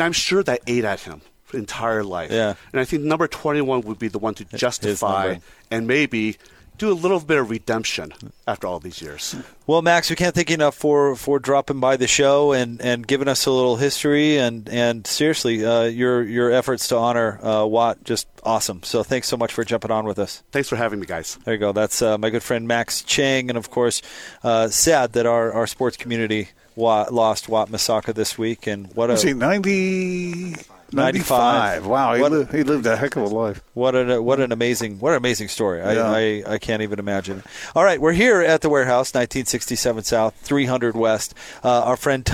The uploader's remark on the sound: LIVE at The Warehouse